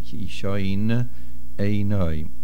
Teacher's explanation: Ki'ishain ends with a nun, and einoi begins with an ayin. So make sure we hear both the nun and the ayin.